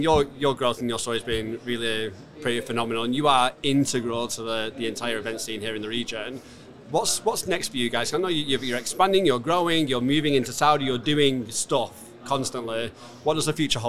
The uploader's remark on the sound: Live from SES.